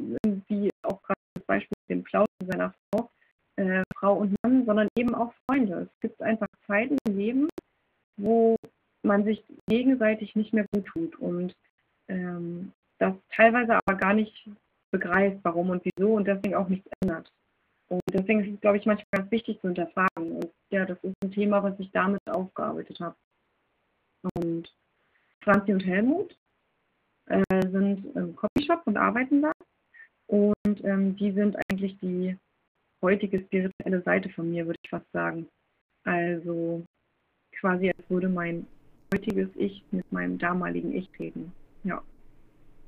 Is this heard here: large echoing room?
no